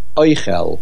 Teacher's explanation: The main accent is on the aleph. Oichel. V'nakud bepatach katon.